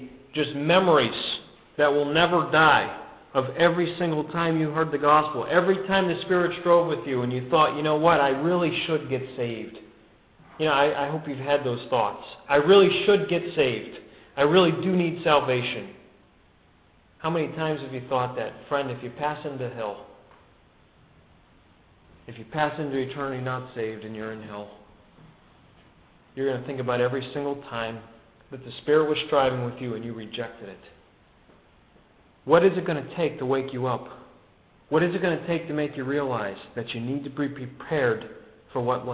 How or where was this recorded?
large echoing room